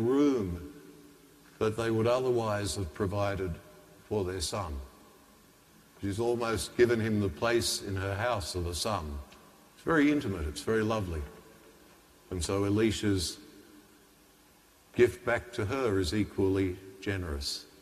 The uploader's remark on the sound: The homily from Sacred Heart Cathedral, Hamilton